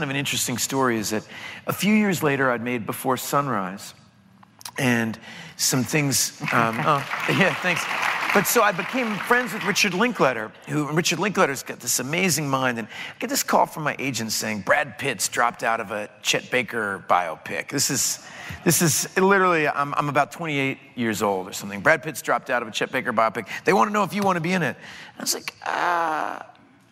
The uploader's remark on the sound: The conversation was recorded on Mar 17, 2016 in front of a live audience at New York’s 92nd Street Y.